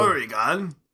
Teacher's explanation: in Japanese they don't have like an L sound, so they all come out as R's